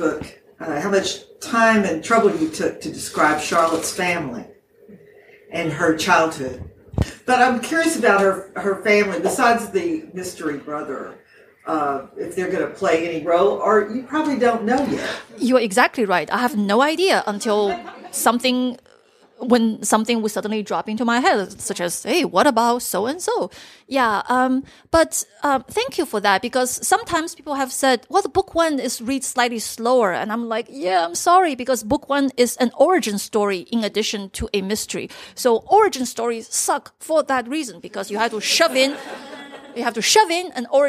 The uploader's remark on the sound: Live at Loyalty Books. Two live recordings, back to back! I recorded this on Friday, 25 October, 2019, at the Loyalty Bookstore in Washington DC. In the middle we have crashing cups, a spontaneous reading from the author, and a special additional guest.